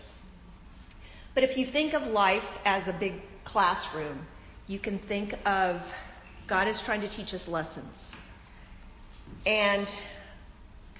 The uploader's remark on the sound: This powerful lesson was the keynote speech at our annual women's day event.